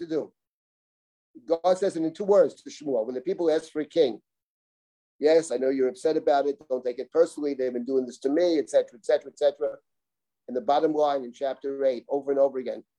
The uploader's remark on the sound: This audio was originally captured from Zoom